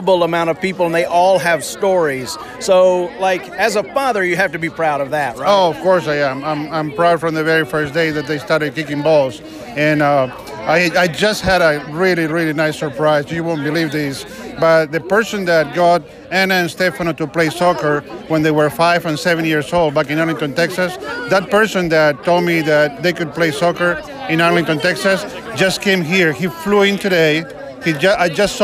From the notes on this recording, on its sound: Tons of folks showed up to Houston High